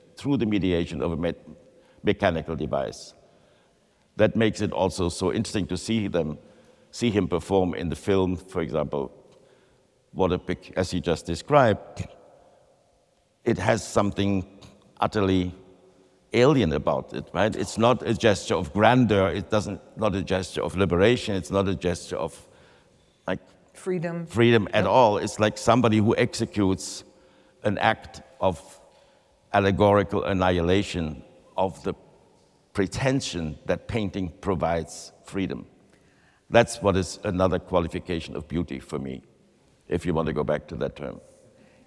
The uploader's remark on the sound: In this live episode. This conversation was recorded in the exhibition Gerhard Richter, on view at David Zwirner.